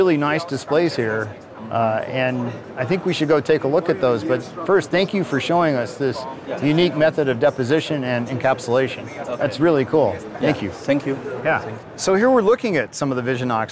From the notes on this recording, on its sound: We're back and live from the show floor! Display Week 2023 in Los Angeles, California.